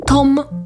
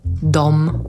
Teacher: T to jest głoska bezdźwięczna, a d to jest głoska dźwięczna. Przyłóżcie do gardła palce jednej ręki i wymówcie t, d, t, d.